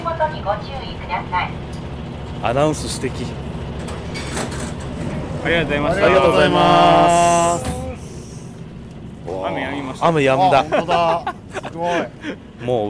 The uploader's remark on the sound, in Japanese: 舞台変わって大阪の巨大団地に。風が強い日だったので、音声は臨場感とともにお楽しみください。